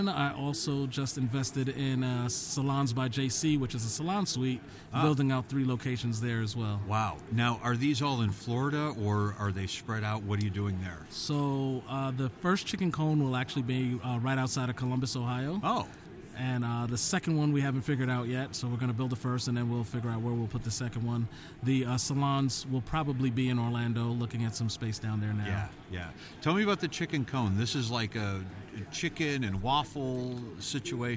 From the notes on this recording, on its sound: Both conversations were recorded live in Philly at the Franchise Show.